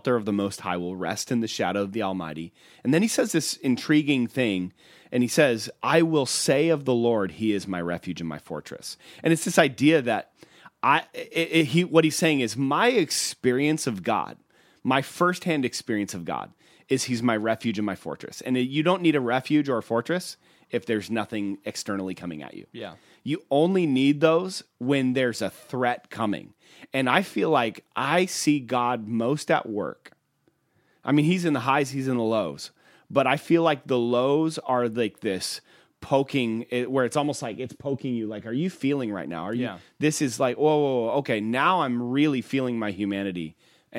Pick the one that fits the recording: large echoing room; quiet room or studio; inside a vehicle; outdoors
quiet room or studio